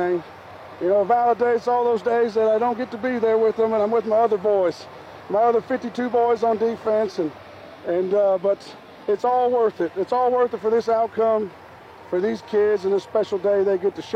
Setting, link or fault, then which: setting, busy venue